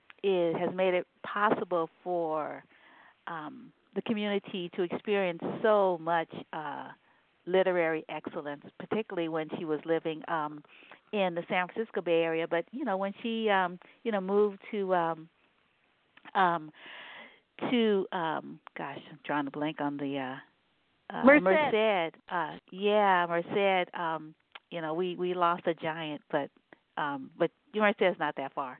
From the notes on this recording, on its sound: all who called